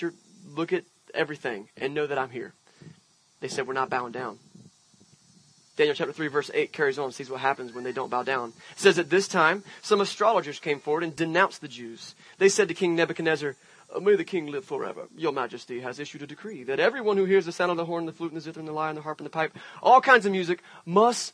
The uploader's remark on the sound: Church At The Park. This Sunday we left the walls behind and had a service outside at the wonderful Hugh Macrae park! A great Sunday morning to be had with a scene change for Venture Church.